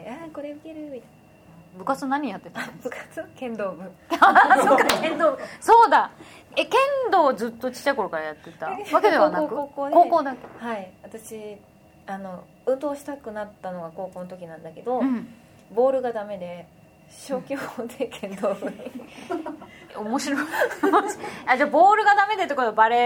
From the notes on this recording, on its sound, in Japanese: 鎌倉で公開収録したインタビュー。